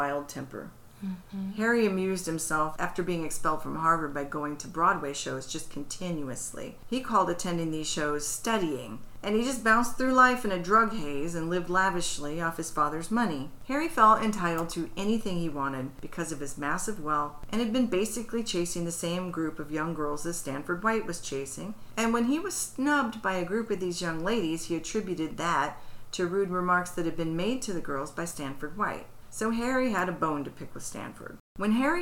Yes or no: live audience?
no